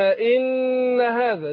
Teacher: نون مشددة تاخد غنى أي حركتين